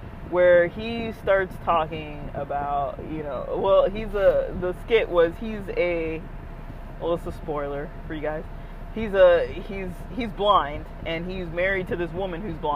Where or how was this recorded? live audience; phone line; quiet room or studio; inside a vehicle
inside a vehicle